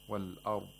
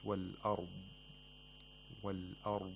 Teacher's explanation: So you hear this sound at the end, the stretching or the lengthening of the consonant of ضاد. · Shown in: second take · Of course, this lengthening is not only whenever it's ساكن، even when it's not ساكن and when it has a حركه، you should still hear it, but it's a lot more noticeable whenever it's ساكن or مشدد.